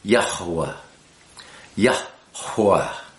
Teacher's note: Hey is a breath, ha, yah, and then wa, hey, wah, yah, hua, and you'll hear me pronouncing that hey in the center with a little more emphasis